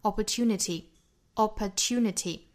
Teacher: 最后这个 ty 这个 t 的清辅音发的比较的重